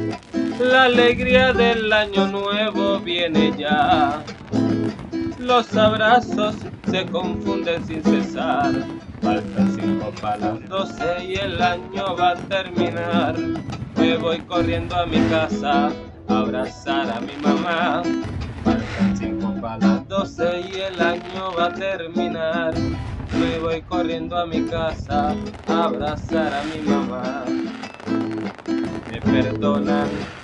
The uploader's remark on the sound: Vídeo grabado desde mi teléfono Honor X6s. Video recorded from my Honor X6s. Vídeo editado con Kinemaster.